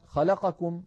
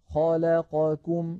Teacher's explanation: توالى أربع أحرف متحركة، لابد من المساواة بين أزمنتها · Shown in: second take